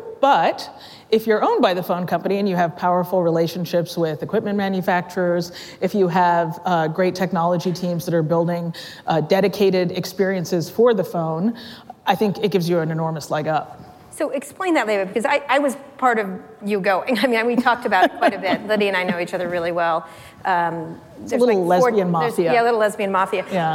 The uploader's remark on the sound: Live at Code Media 2018